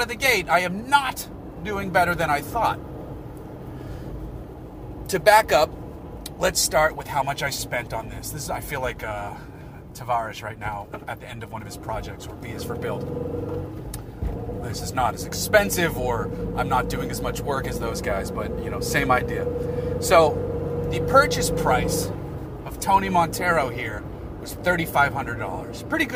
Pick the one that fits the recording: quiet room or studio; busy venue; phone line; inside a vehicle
inside a vehicle